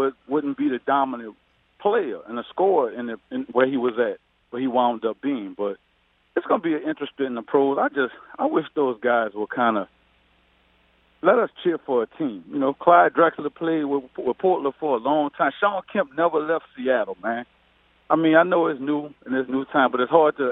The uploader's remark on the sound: We then go to the phone lines